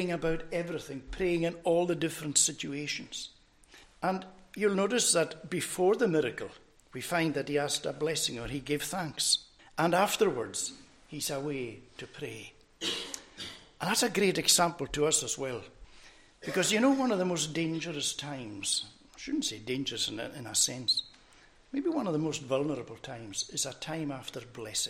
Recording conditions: large echoing room